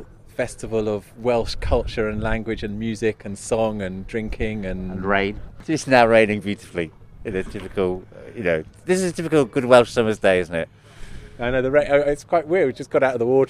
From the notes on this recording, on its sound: Under Monmouthshire Skies. We go for a spin from Castle Meadows in Abergavenny, as it hosted the National Eisteddfod, a huge annual festival of Welsh language, culture, music and song.